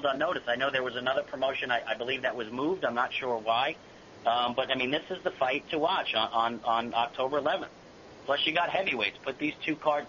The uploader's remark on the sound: Conference Call